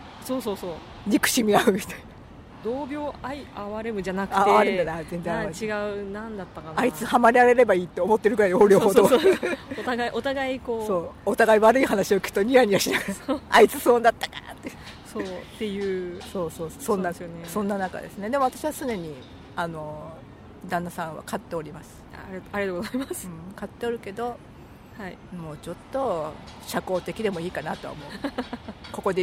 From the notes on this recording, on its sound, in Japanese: はじめての野外録音なので音量が分からなかったので各自調節よろしくお願いします。若干ホロ酔いなので。